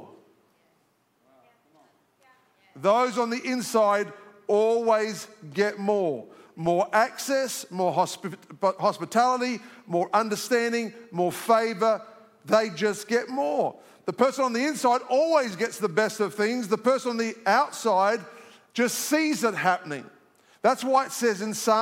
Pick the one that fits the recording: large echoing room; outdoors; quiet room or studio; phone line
large echoing room